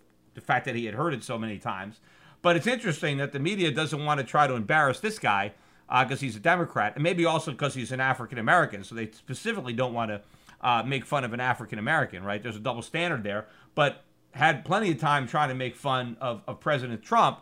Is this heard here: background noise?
no